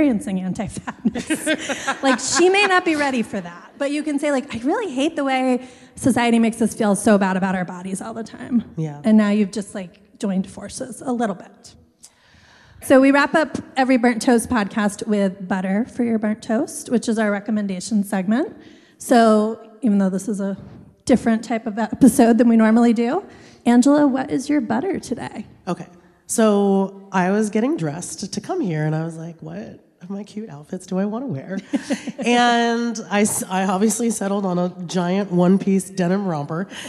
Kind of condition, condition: setting, live audience